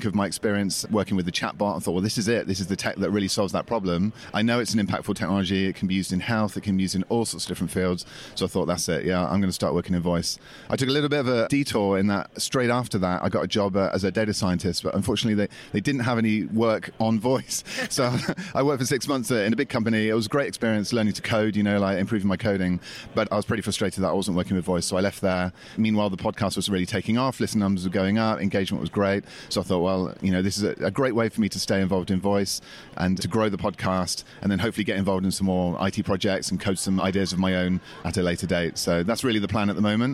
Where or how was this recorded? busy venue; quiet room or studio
busy venue